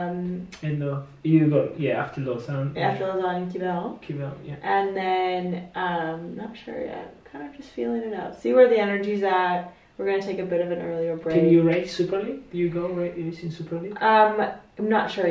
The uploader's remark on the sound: I apologise for the bad audio quality, I'm still a beginner and forgot to turn the microphone on.